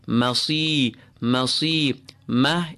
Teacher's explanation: keep the meem and its fatha open and do not have it affected by the sad that's following it. مَصِي، مَصِي، مَا، empty and open, sad with a kasra, even though it has a kasra, sad is recited as filled as can be.